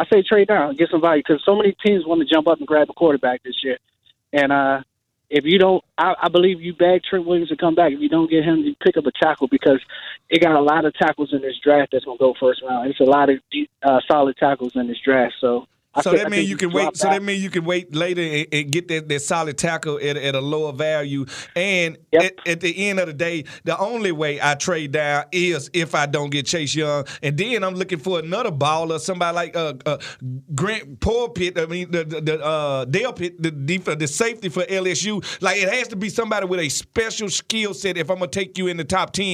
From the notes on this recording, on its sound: fans call in to give thoughts as well.